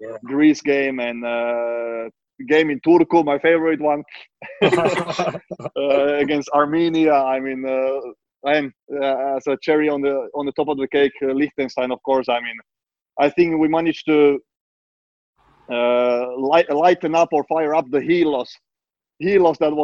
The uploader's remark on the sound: the entire FFS team to turn up for a five-way Zoom